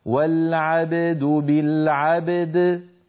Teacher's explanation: ففي مثل هذه الحالة علينا أن نحرص على بيان كل منهما هكذا: والعبد بالعبد بالعبد، فنقلقل الباء ونقلقل الدال، ولا نأتي بإحدى بقلقلة أحد الحرفين ونهمل الآخر. · Term: حرفا قلقلة متتاليين